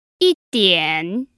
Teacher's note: That's a first tone followed by a third tone.